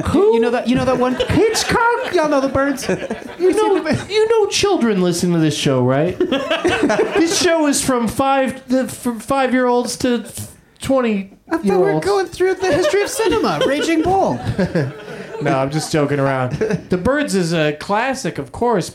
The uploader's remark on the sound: Live from the UCB Franklin